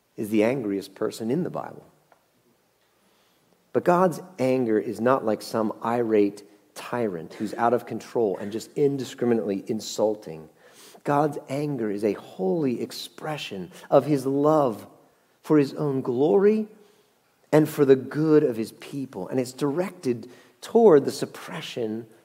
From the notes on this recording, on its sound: Message Preached at Valley Creek Church